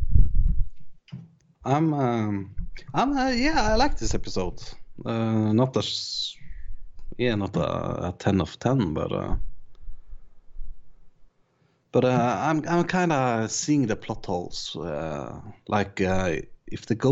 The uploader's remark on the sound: the podcast is plagued with technical difficulties